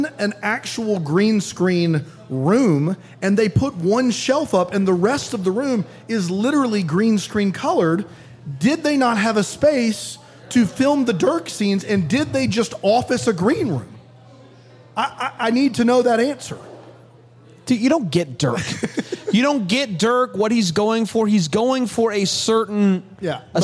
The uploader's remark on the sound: LIVE in Greenville, SC